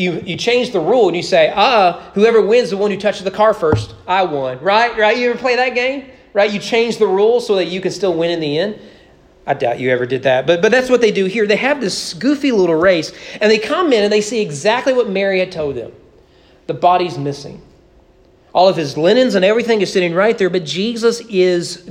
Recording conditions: large echoing room